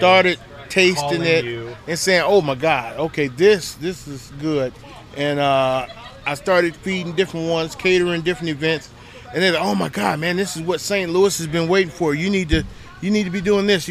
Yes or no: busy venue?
yes